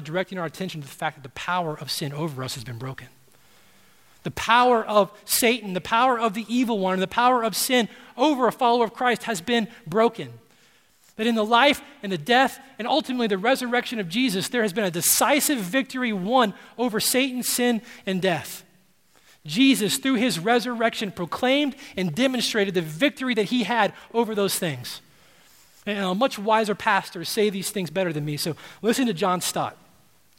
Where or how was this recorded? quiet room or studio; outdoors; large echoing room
large echoing room